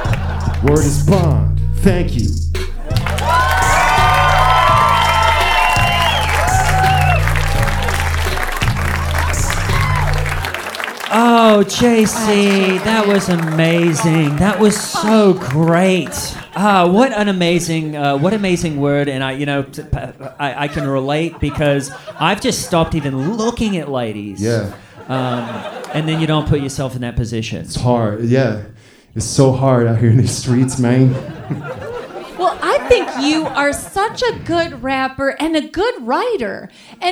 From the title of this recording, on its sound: Live from Dynasty Typewriter, Los Angeles